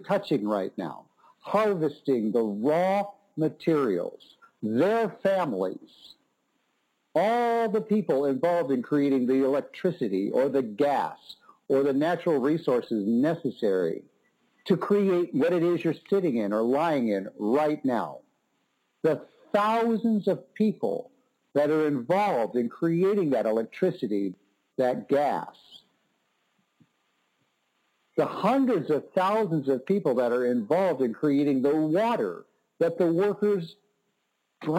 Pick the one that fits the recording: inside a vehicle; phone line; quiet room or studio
phone line